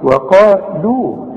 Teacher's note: واو هنقول واو، ها؟ وقالوا، رقق الواو قوي وفخم القاف قوي وبعدين رقق اللام قوي